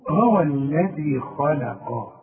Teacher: اللام رفيعه ازاي بين الاثنين دول، بين الخاء المفخمه ايه والقاف المفخمه. طلعها بقى مرققا، تقول هو الذي خلق.